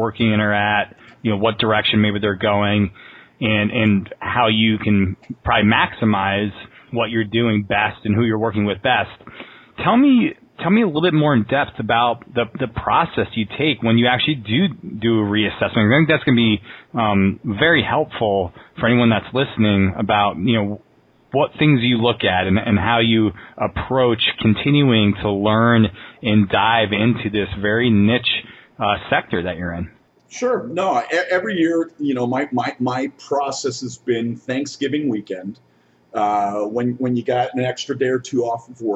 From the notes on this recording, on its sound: The introduction is recorded using a Yeti USB microphone. The interview itself is conducted over the phone or via Skype using call recording software.